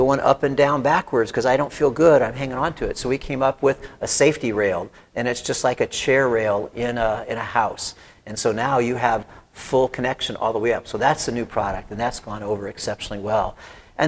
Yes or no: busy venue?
yes